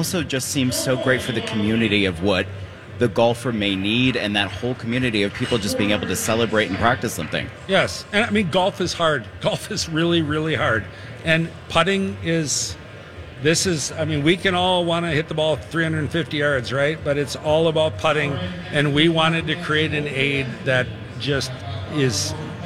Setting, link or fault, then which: setting, busy venue